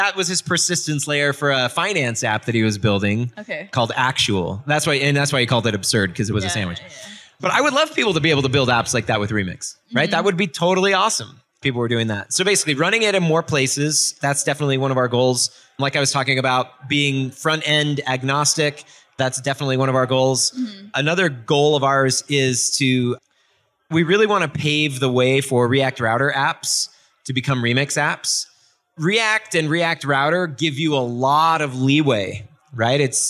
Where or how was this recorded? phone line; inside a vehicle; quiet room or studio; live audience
live audience